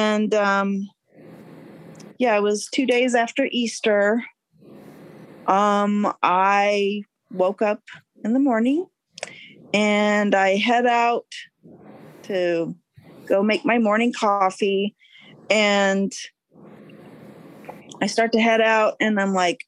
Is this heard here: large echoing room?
no